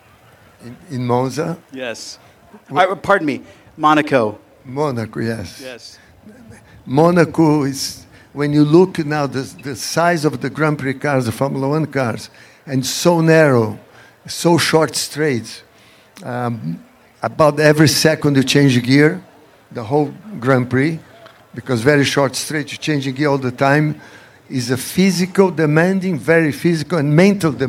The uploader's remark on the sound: Live at The Quail, a Motorsports Gathering